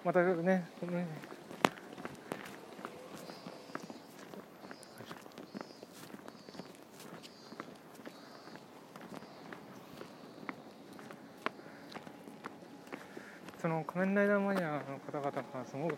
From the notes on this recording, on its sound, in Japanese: 通勤時，バスを降りてから職場まで歩く時間に，iPad miniのボイスメモを回してみる。